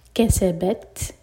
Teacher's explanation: تا ساکن پر ہمس یعنی کہ سانس جاری رکھیں گے